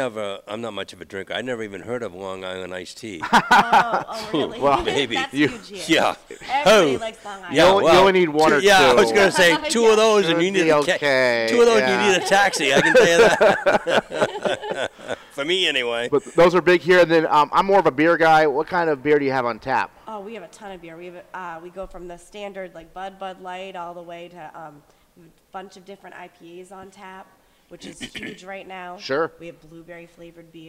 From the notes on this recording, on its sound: Broadcast live from Gridiron Restaurant. With the MPA basketball state tournaments underway.